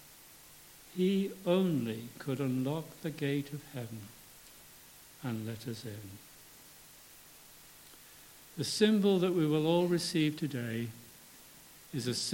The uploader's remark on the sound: for our Palm Sunday Communion Service